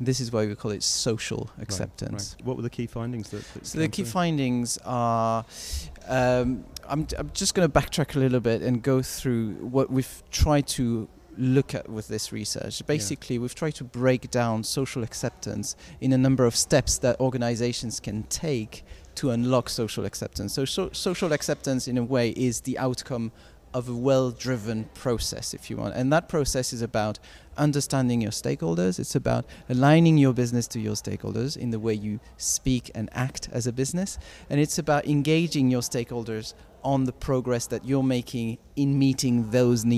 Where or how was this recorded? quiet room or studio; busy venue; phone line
busy venue